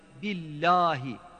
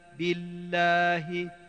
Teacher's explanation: Billahi kelimesinin lamını billahi şeklinde kalın söylemeyin. E'ûzü billahi billahi şeklinde la hecesini ince telaffuz edelim. · Shown in: second take